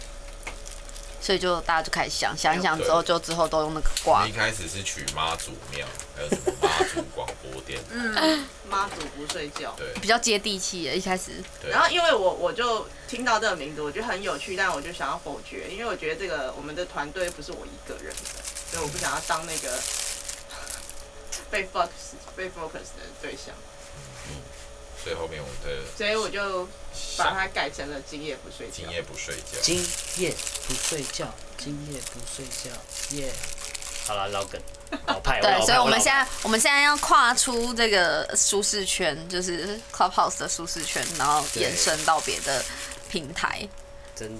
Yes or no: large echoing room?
no